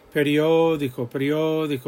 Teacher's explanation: Periódico, periódico, we're stressing the O.